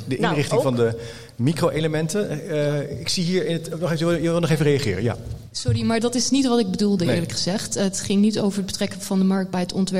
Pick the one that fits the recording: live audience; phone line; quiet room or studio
live audience